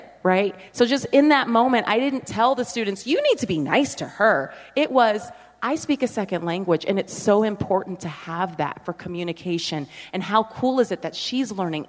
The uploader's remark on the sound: We're live from the Utah Charter Network Symposium